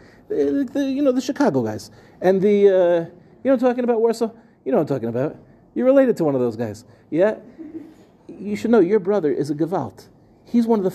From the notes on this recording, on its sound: In this week's Parsha shiur, delivered at the final NCSY Kollel Mishmar of the summer